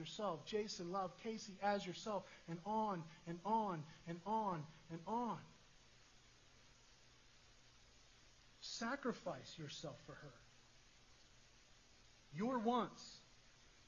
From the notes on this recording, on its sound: Sorry for the poor audio quality